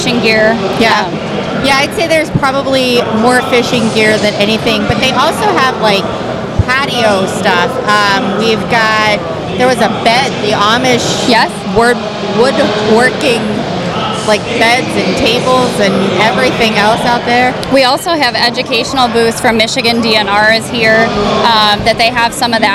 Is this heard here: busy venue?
yes